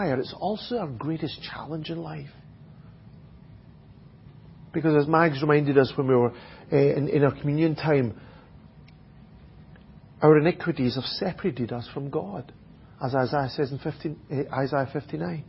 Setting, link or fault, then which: setting, large echoing room